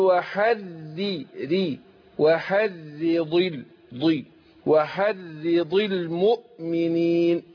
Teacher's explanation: الراء مكسورة، الراء لما تكون مكسورة بترقق